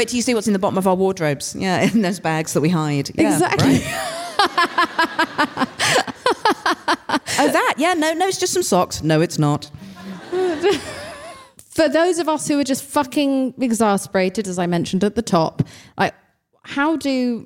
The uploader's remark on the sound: live episode - recorded from Kings Place for the 2023 London Podcast Festival